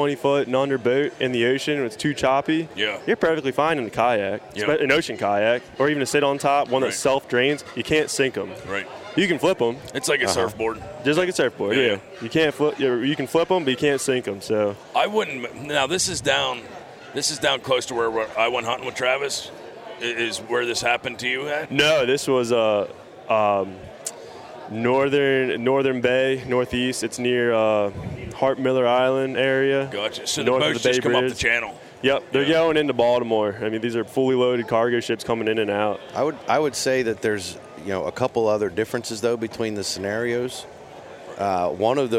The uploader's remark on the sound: Live from the Great American Outdoor Show 2019.